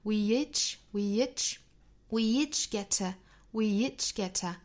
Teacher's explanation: we 和 each 连读在一起的话是加耶的发音